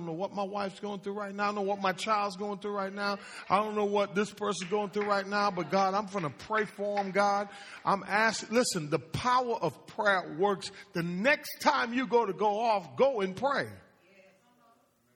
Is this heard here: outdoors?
no